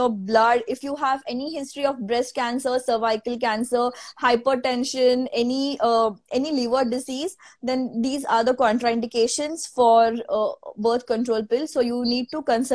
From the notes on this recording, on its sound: an audio version of our Instagram live session